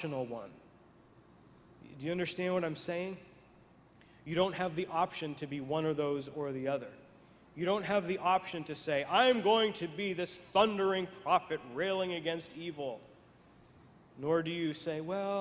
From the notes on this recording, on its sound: Franciscan University. Delivers his Homily at the Catholic Charismatic Conference Sunday Morning at the Mens Conference of 2010.